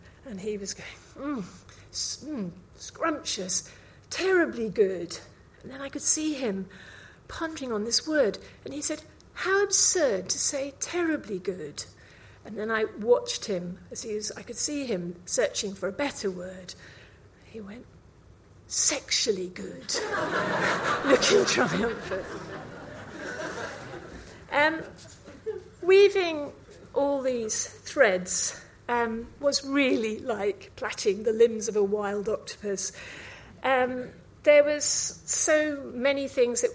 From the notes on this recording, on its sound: Recorded live at 5x15 Bristol in March 2017